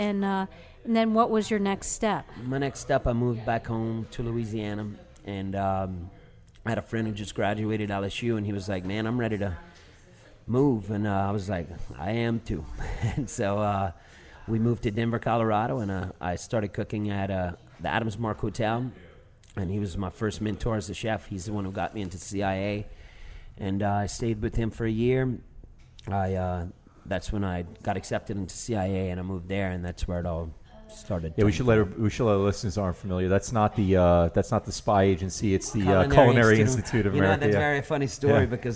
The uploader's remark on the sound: This episode of Midnight Menu 1 was recorded at the NOLA Brewing Tap Room.